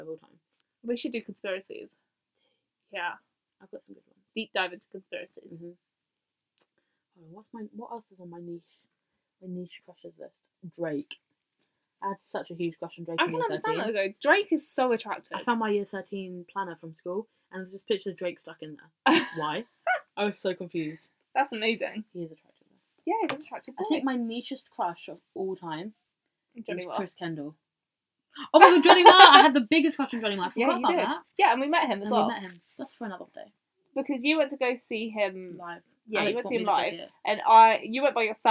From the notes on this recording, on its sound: This is mainly a tester podcast. Try and ignore the quality of the podcast, the wrong microphone was used.